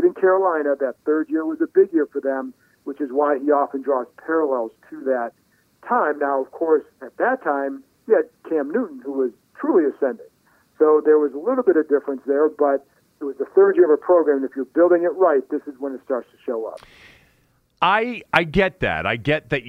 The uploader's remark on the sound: called in from Augusta